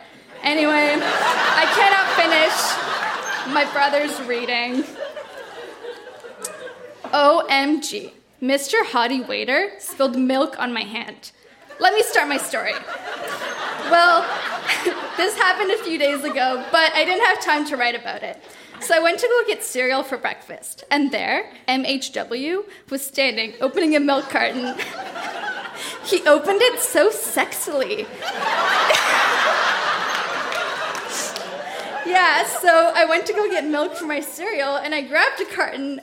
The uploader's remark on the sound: Recorded live at the Royal Cinema in Toronto.